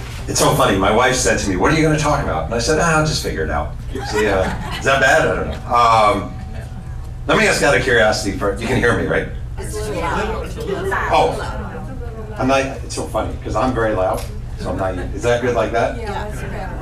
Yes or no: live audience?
yes